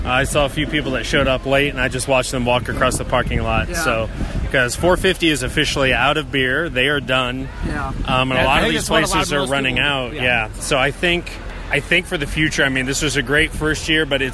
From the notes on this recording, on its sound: We take the show on the road and record live at 2Toms one year anniversary luau, sponsored by Indy Craft Brews.